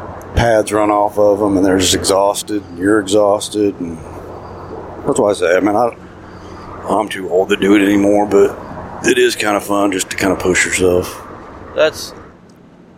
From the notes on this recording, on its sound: On the drive home we recorded a run down of the hunt.